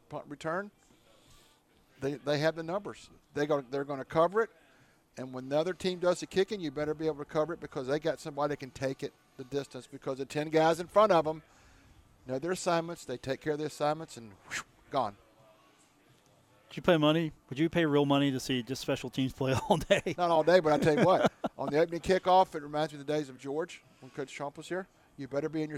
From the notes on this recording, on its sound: Today from The Union Pub and Grill in Downtown Huntington